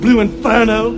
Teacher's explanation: Southern English accents are non-rhotic. You leave the R sound out after a vowel in a word like inferno.